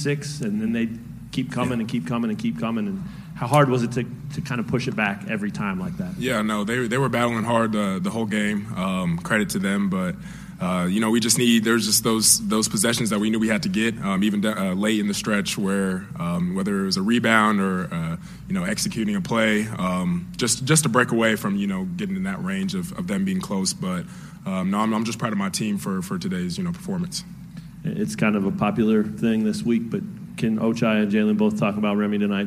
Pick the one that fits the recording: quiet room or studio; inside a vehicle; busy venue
busy venue